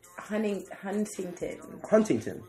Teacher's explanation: People from Huntington don't pronounce the T.